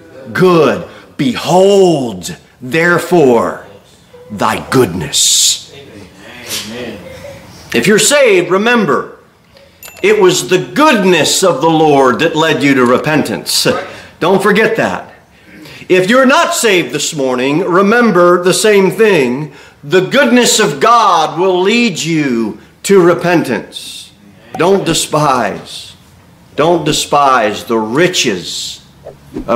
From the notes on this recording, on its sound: Sermon delivered at Pilgrim Baptist Church on Sunday, December 10, 2023, at 11-15 am.